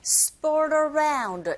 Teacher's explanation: 그래서 popular라기보단 popular라고 발음하시고 sport하고 around가 붙어서 sport around 이렇게 들리게 되죠. 이때 RT 자체가 모음과 모음 사이에 껴있는 상태 역시 flap 현상에 의해서 RT 소리가 R처럼 들리게 되는 겁니다